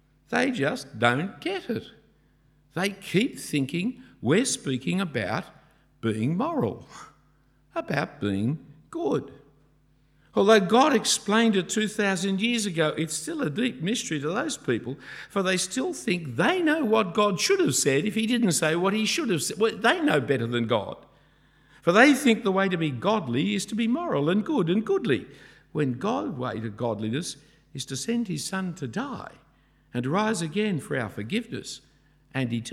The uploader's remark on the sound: A talk preached at St Andrews the Great at Cambridge